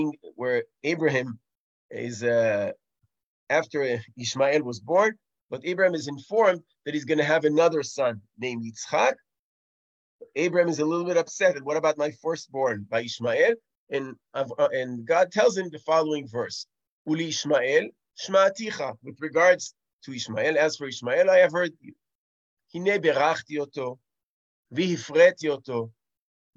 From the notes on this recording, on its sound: This audio was originally captured from Zoom.